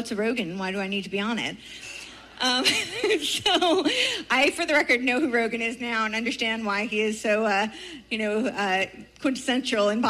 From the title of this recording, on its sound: Speaks At Fall Freedom Fest